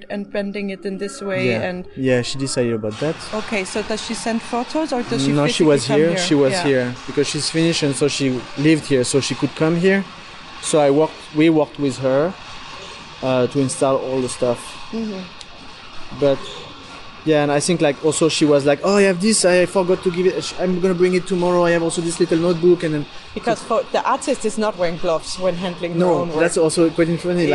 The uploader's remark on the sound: There was some electrical interference making noise on the recording, which I have cleaned and removed as much as I could without making our voices too strange. When we walk & talk through the exhibition the soundscape is fine and you can hear the sound of the artworks.